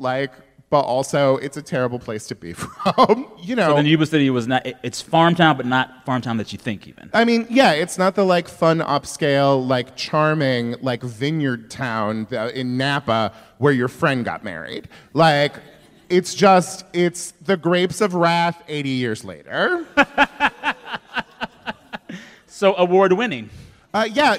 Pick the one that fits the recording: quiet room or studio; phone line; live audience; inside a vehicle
live audience